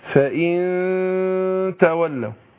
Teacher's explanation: الإخفاء النون عند التاء